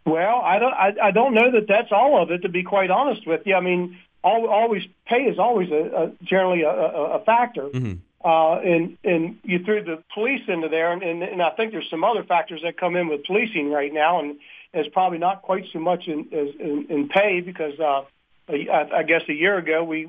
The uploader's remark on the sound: Calls in for an update. As the fair winds down.